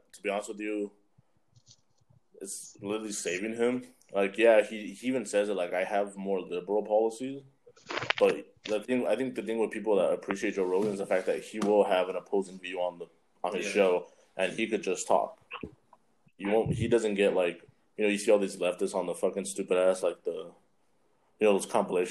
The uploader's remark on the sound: We had some audio issues bare with us.